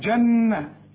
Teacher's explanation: شوف النون الاولى جنة، النون لازم تغن